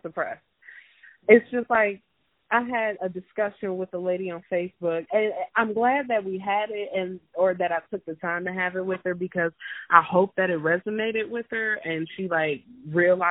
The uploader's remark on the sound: Talk via telephone.